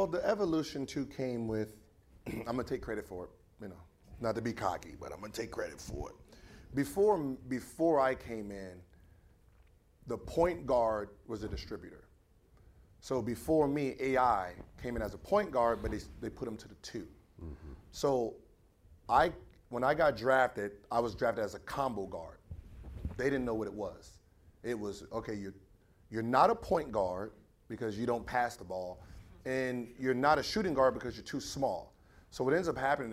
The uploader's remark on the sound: On this episode, we come to you from Complexcon. We had an invite to do a show in front of the Long Beach audience at the event.